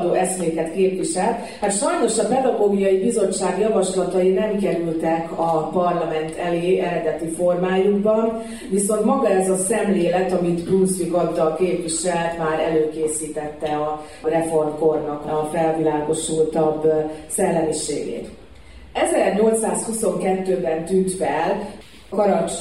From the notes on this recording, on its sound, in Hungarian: Szabadkán. A hangfelvétel a VM4K asszonykonferenciáján készült.